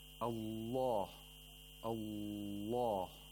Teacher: if Allah, the name of Allah, is preceded by fatha or dhamma, we pronounce the lam with taghleel, which is the equivalent of tafkheem, but we use taghleel for lam. · It's the raising of the root of the tongue.